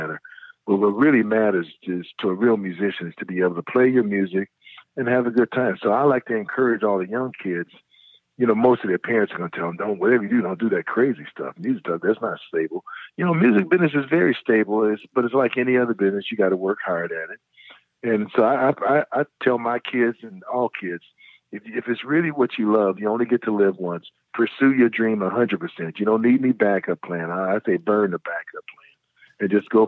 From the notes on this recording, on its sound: We chatted on the phone today